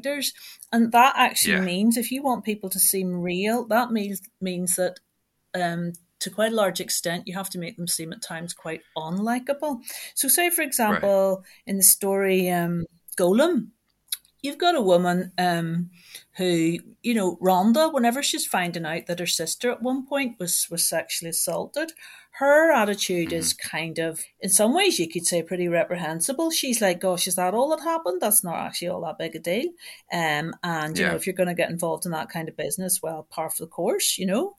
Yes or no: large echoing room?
no